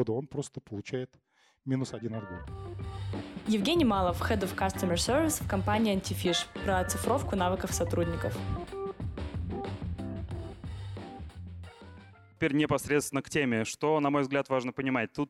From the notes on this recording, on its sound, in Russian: С нашей конференции о клиентском сервисе ConfUse остались записи выступлений спикеров.